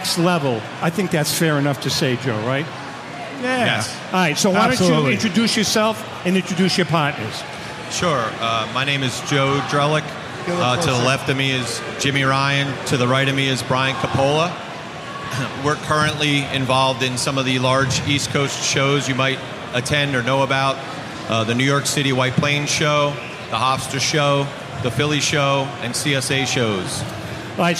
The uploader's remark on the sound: Broadcasting from the National